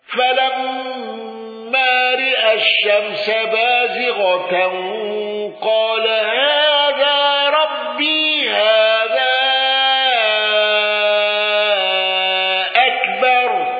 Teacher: شعبة بإمالة الراء وتوسط المنفصل